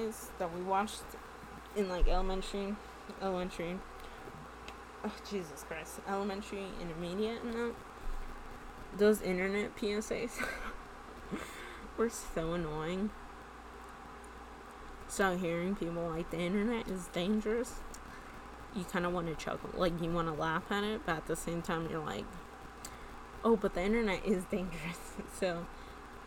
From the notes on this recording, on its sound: I had a mic this time but I still talked too softly